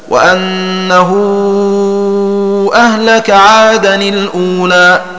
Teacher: بإسكان لام الأولى وكسر تنوين عادا للتخلص من التقاء الساكنين وهما التنوين واللام هكذا وأنه أهلك عادا الأولى.